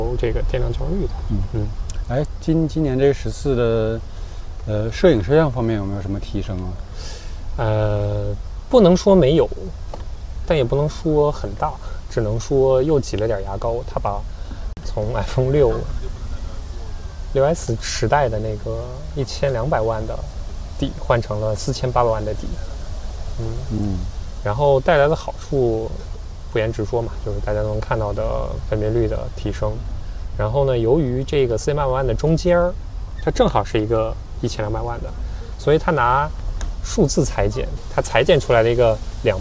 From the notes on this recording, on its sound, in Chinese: 这次虽然做了一些准备，但发现室外背景的杂音还是挺多。